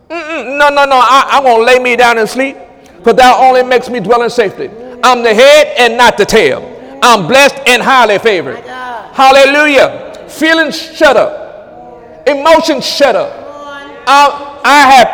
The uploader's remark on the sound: During Sunday morning service on October 1, 2017